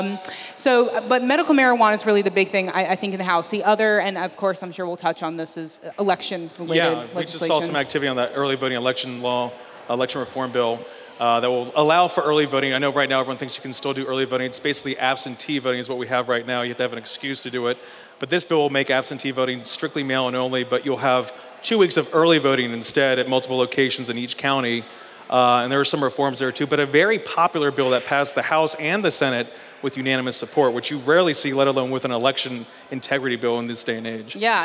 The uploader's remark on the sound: Live from Sumter Original Brewery.